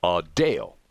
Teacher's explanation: with the accent on the second syllable. Adele.